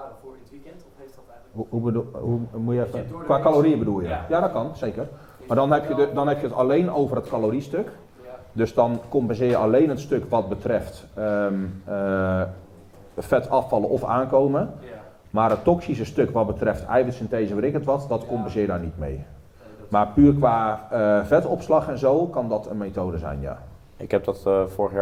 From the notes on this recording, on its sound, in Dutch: LIVE community Q&A. Tijdens de supporters Sportpoeder meeting.